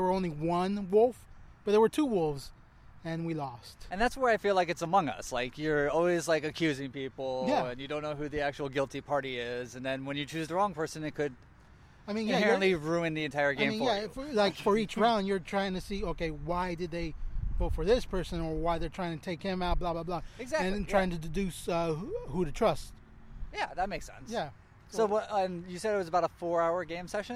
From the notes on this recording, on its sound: Recording in Park. We recorded this in a park in Long Beach to maintain social distracting.